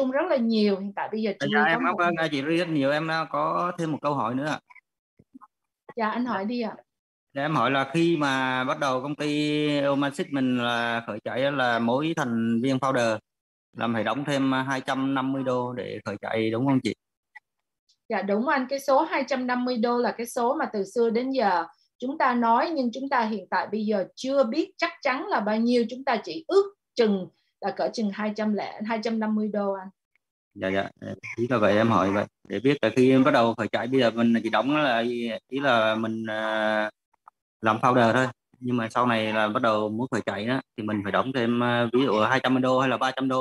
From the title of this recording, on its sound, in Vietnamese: Zoom Onpassive ngày 21.08.2021